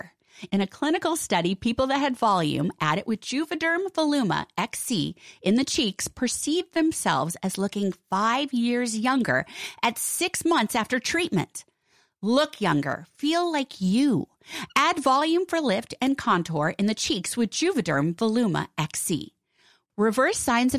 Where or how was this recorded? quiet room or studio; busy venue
quiet room or studio